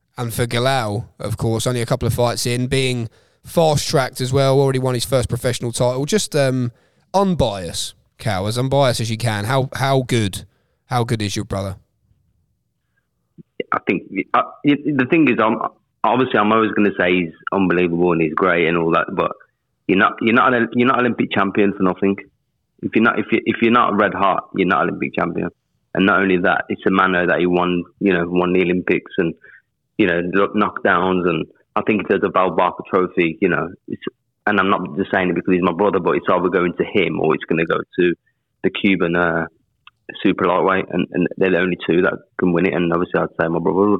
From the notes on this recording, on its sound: Joins on the phone. Meet for the first time over ZOOM.